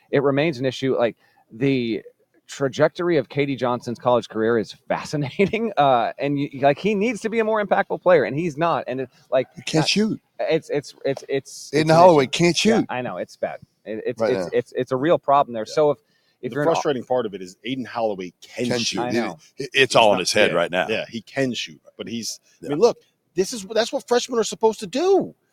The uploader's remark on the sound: LIVE from Neville Arena in Auburn